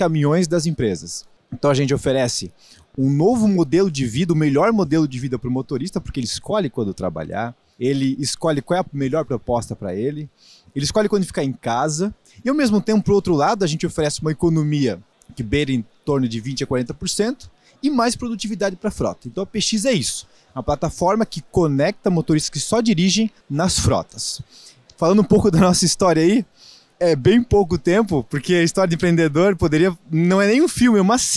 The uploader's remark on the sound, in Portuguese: Tivemos o prazer de gravar alguns episódios do Growthaholics ao vivo no ACE Summit 2023.